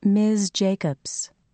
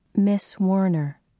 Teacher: Ms. with the final voiced Z will sound almost twice as long as Miss with the final voiceless S